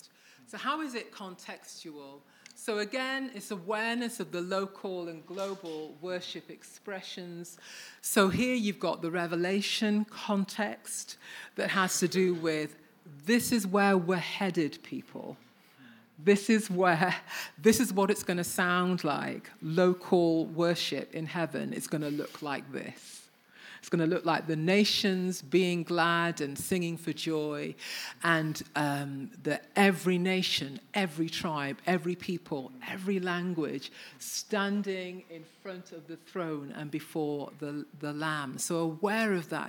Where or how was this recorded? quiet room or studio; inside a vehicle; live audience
live audience